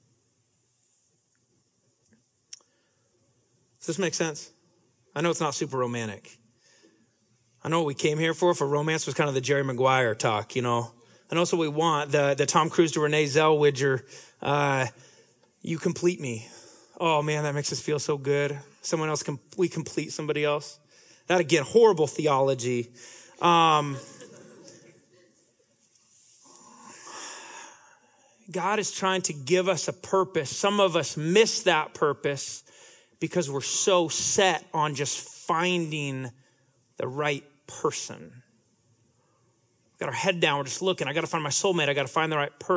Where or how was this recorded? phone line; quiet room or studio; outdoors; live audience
live audience